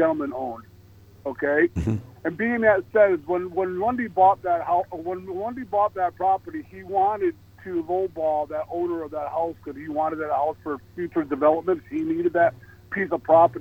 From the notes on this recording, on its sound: called in from North Carolina